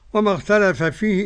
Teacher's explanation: إدغام الفاء بالفاء برضه للسوسي